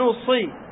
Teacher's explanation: لولا الإطباق في الصاد لكانت سينا.